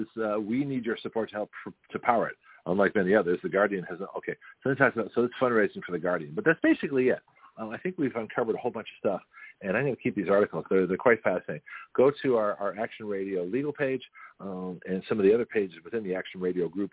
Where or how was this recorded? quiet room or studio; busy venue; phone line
phone line